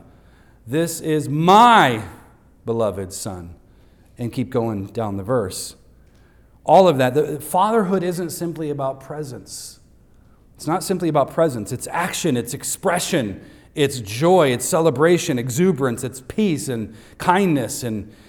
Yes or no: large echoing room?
yes